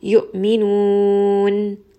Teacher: nun is going to have tawassut. I will make sure that I spend a little bit of time so that it is audible. Yu'minun. And you can very clearly hear that nun at the end.